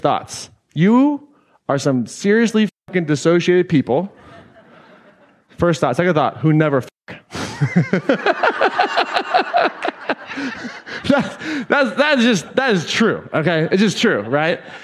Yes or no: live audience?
yes